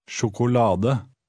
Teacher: stressing the next to last syllable